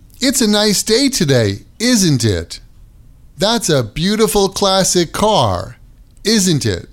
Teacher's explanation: there are situations when tag questions are used just to make comments or observations. In these situations, the tag question will have falling intonation.